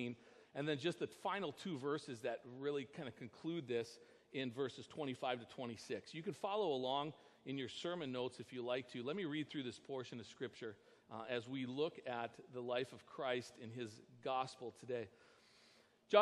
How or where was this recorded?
large echoing room